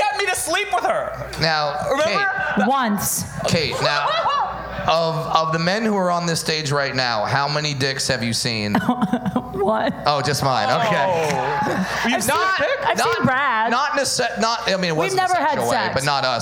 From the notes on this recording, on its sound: DateFails LIVE at Saint Rocke.